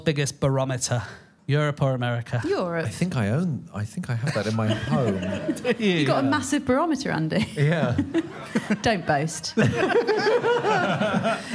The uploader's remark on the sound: Recorded over the summer at the Soho Theatre in London.